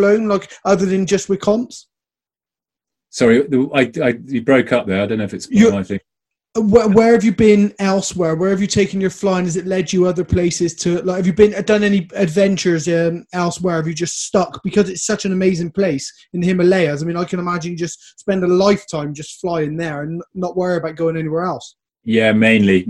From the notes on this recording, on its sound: zoom talk for the Avon Hang Gliding club